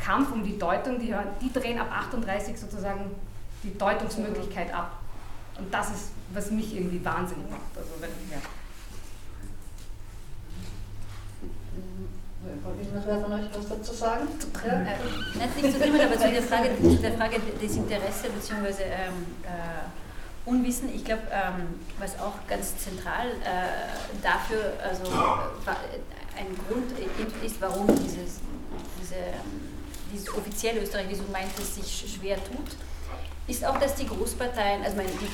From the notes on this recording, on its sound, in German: Dies ist ein Mitschnitt der abschließenden Podiumsdiskussion „Das lange Echo der Dollfuß-Kanonen“.